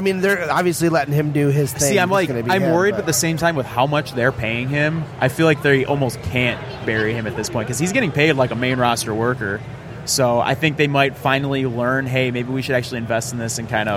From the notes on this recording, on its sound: Live from Motor City Comic Con.